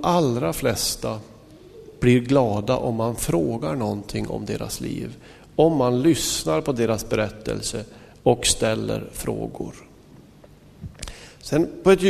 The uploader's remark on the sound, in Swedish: Inspelad i Smyrnakyrkan, Göteborg 2005-05-08.